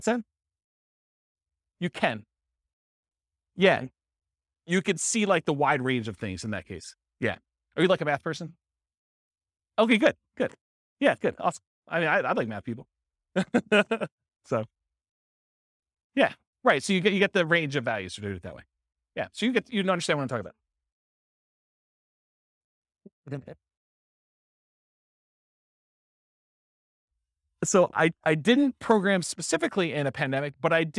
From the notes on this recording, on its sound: This was a live class recorded.